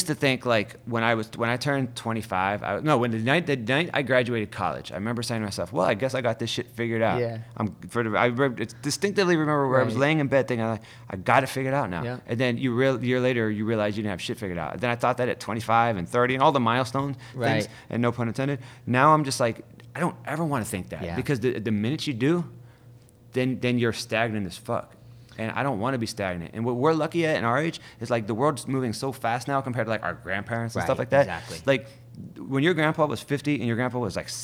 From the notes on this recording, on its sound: Recorded live at: The W in Hollywood CA.